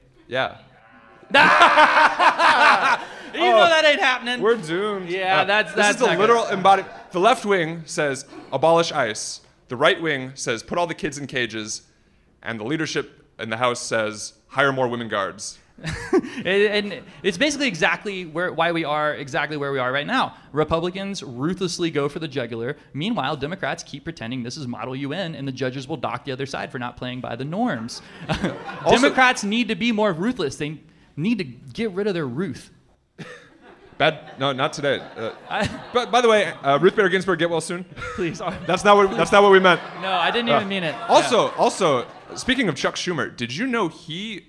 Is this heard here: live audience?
yes